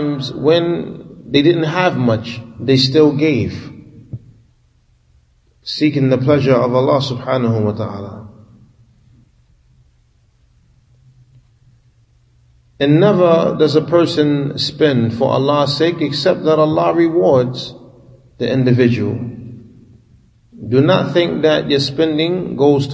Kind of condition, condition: setting, large echoing room